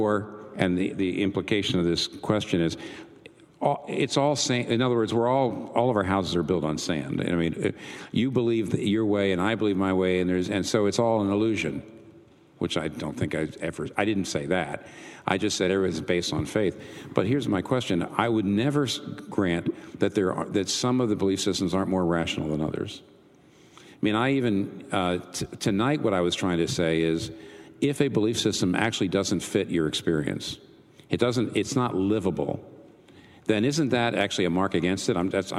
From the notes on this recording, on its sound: This Q&A session was recorded before a live audience on March 14, 2019 in New York City.